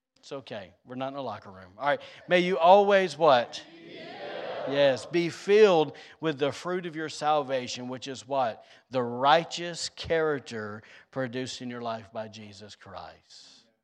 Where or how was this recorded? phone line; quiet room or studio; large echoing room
large echoing room